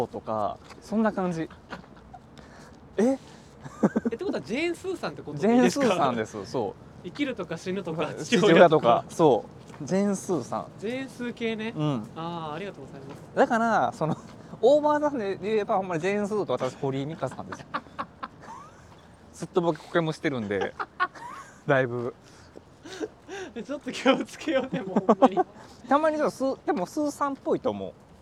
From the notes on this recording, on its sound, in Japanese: 2人でぶらぶらと歩きながらお喋りしました。放送事故回となりそうでしたが、何とかお蔵入りを回避できました。